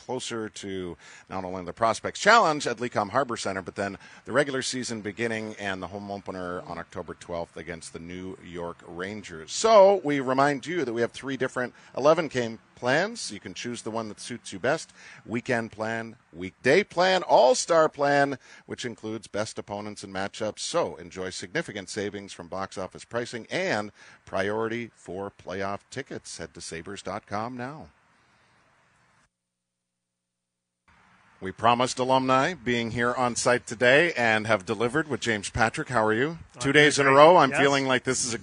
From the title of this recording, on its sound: live at Sabres Alumni golf tournament